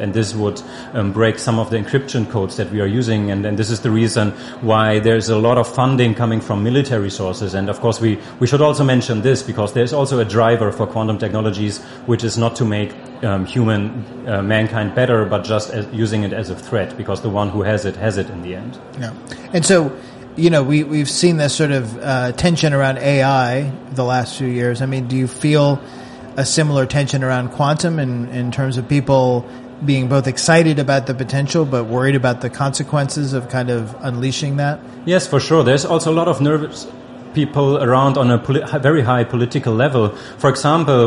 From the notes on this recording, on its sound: This is the latest in a series of conversations from the Slush conference in Helsinki.